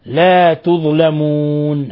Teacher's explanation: حالة الوقف على النون بالسكون ولا بد، فإن الواو تمد، تمد حركتين ويسمى القصر، وأربع يسمى التوسط، وست ويسمى الإشباع